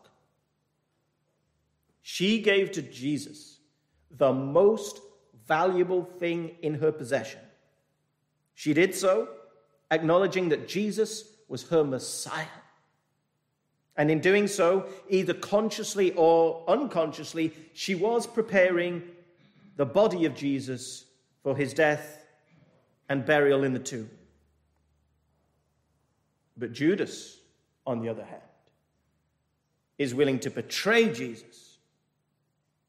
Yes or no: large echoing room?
yes